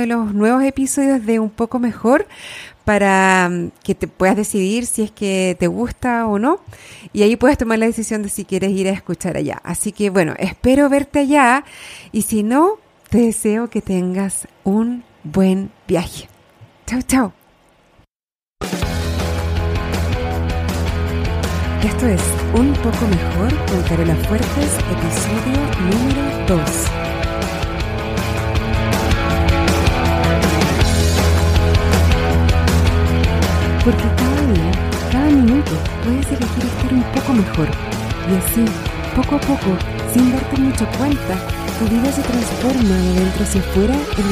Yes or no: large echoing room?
no